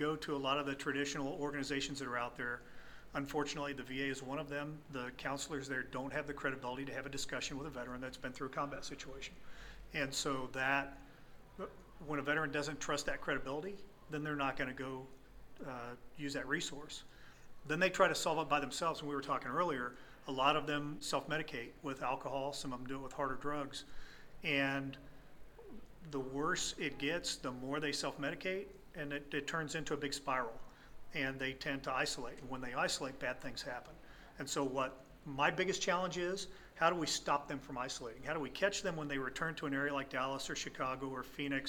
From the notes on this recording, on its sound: at the Military Influencer Conference